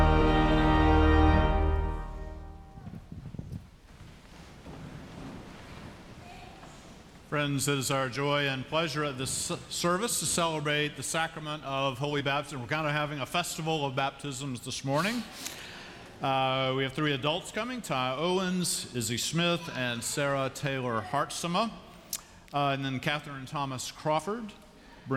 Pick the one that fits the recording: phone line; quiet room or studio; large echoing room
large echoing room